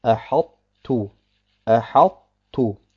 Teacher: Man sagt nicht Ahattu und nicht Ahattu, sondern Ahattu. Nur die Qalqala vom Ta lässt man weg. · Term: unvollständigen Idgham